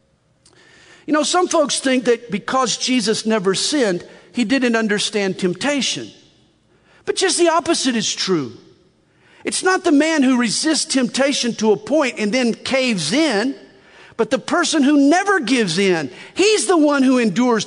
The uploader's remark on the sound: From the Northern California and Nevada Calvary Chapel Pastor's & Leaders Conference October 4, 2021.